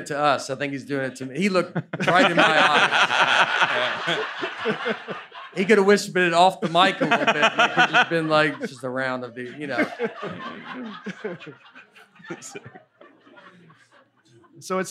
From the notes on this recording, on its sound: LIVE at Zanies. The guys discuss the Earth in front of a live audience at Zanies Comedy Club.